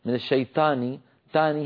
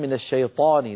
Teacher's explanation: العرب تقول طاء الشيطان ويفخمون الطاء · Shown in: second take